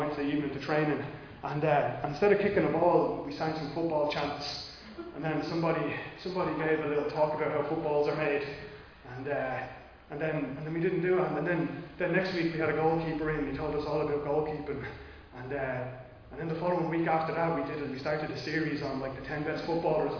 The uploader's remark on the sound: Recorded live in Liberty Church on 5 December 2021